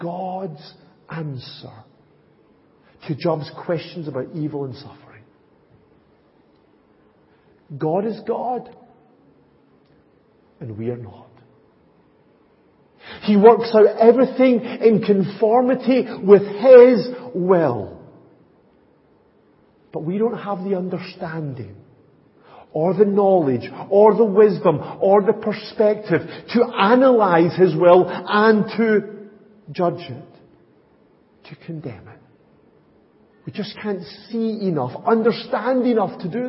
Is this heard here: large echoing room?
yes